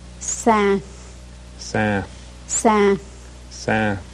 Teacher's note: And if you're saying it correctly, you let the air flow. The N is not pronounced, but you let the air flow through your nose. · Term: voiceless N